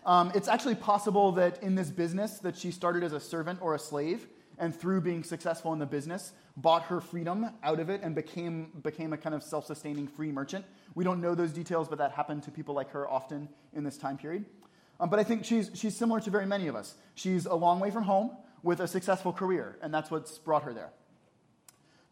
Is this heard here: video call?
no